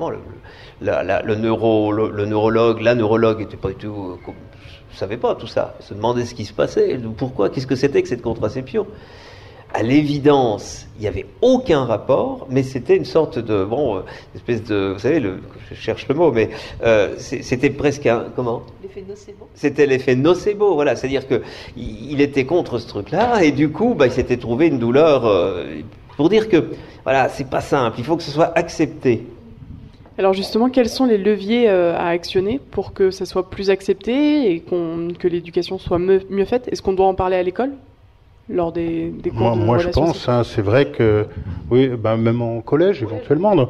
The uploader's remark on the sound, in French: Une émission proposée dans le cadre des radio-conférences du Labo des savoirs, au Lieu unique à Nantes.